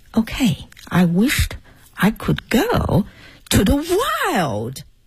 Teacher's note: 那种浅浅的沙哑，像是带着气泡音在讲英语的感觉